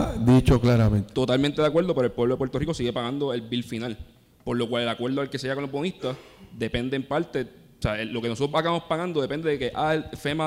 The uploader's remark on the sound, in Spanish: Una conferencia organizada por la MCA en la que un grupo de panelistas expertos discuten el acuerdo entre la AEE y los bonistas y su efecto en la economía.